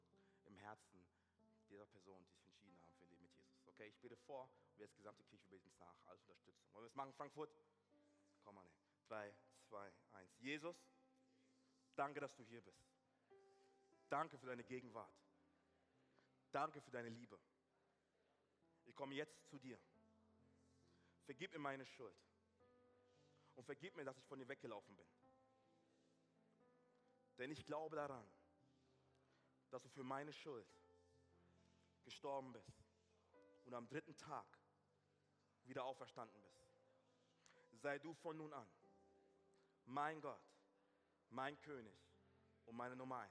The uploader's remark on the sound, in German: aus unserem Gottesdienst